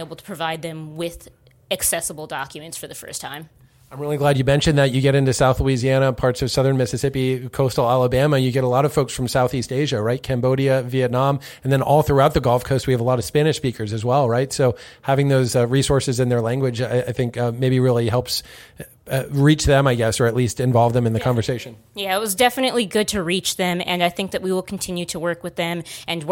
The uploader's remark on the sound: Gulf of Mexico Conference in Tampa, Florida. They were recorded at the Gulf of Mexico Conference, which brought together more than 1100 professionals to share the latest research and best practices, in Tampa, Florida.